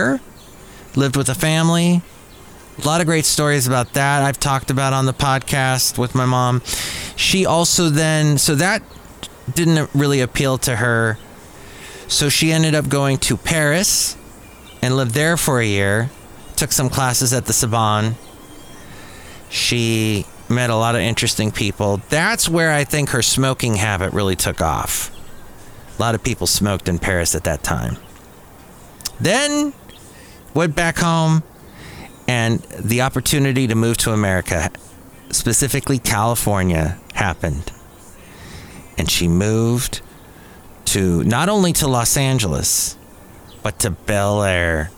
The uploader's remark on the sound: podcasts live from Café Anyway